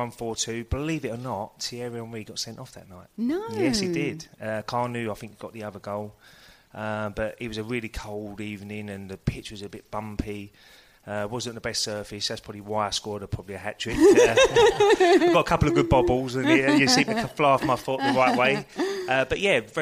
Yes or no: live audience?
yes